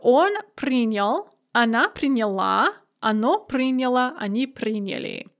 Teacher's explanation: The stress is on the ending in the feminine form and on the first syllable in the other forms, but never on the ja where it is in the infinitive.